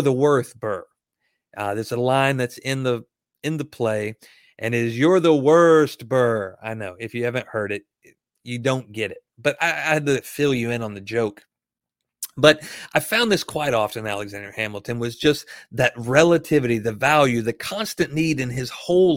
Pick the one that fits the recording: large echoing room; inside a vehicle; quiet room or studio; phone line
quiet room or studio